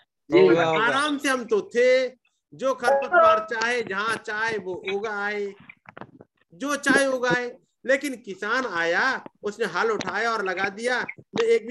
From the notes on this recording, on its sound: Zoom Meeting